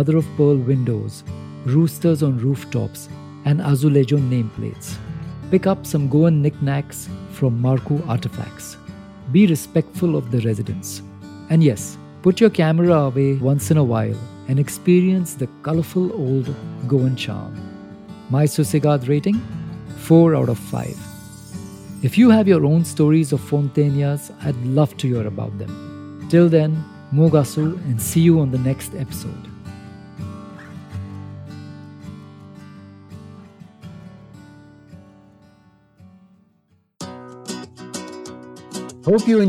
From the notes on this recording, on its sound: Walk through the insta famous, colourful Latin quarter in Panjim! A walk through its streets at the break of dawn.